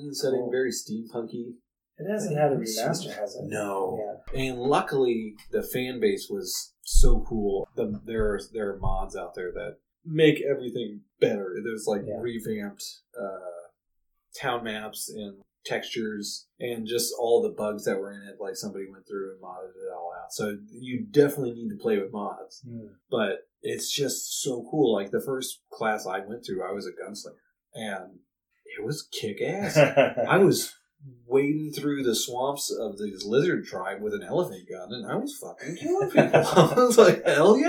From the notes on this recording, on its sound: We are also hoping that the poor sound quality will make it's exit after this episode.